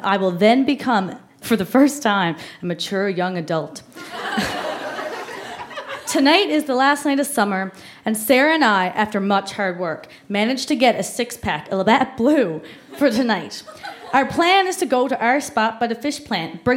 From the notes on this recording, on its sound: Recorded live at The Company House in Halifax.